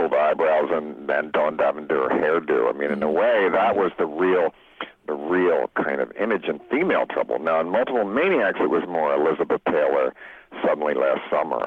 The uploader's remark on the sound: called in from his home in Baltimore